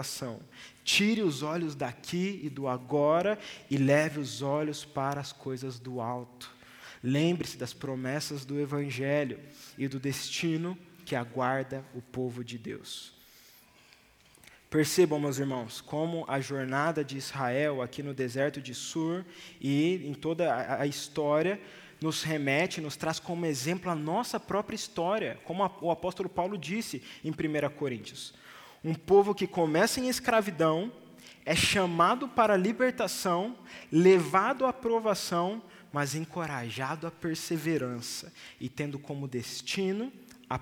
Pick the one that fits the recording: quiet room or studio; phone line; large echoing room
large echoing room